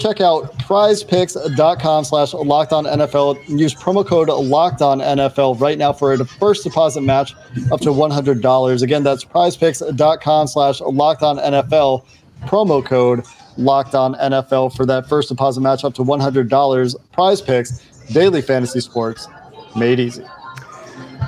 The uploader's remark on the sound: We apologize for the background noise. Was at Dodger Stadium at the time of this recording.